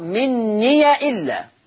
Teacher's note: قرأ ورش بفتح الياء فتقرأ مني الا